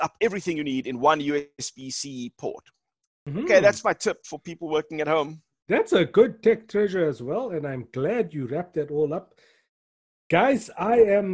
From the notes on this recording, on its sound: Zoomcast. Recorded via Zoom.